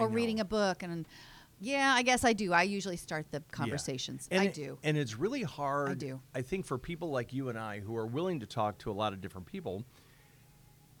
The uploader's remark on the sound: Recorded at Rocford Washer Laundromat on North Main Street in Rockford, Illinois